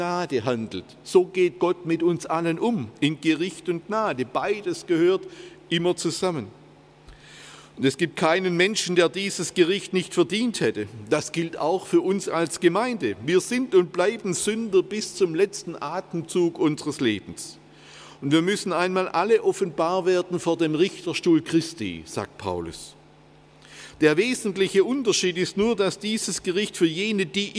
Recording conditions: large echoing room